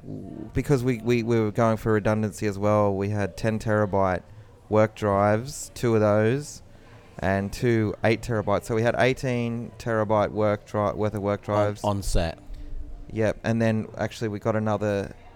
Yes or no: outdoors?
yes